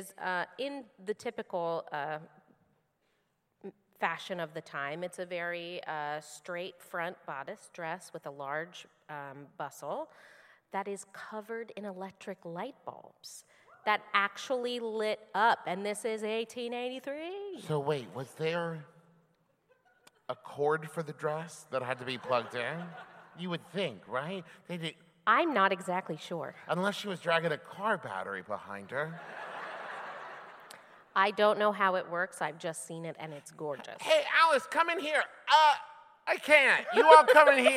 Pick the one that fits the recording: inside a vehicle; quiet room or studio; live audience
live audience